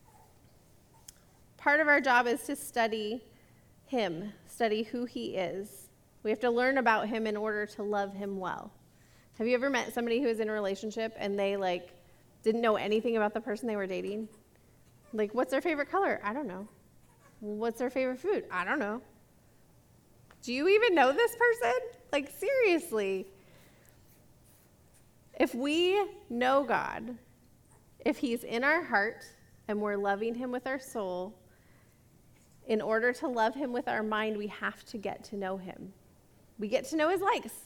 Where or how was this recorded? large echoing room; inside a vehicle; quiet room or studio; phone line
large echoing room